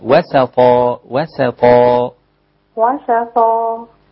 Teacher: وسطا وسطا وسطا، ما تخليهاش قريبة من الصاد · Term: السين رقيقة